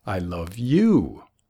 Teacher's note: Pones el énfasis en la palabra you.